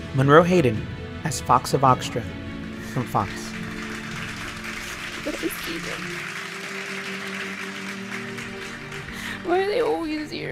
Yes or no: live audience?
yes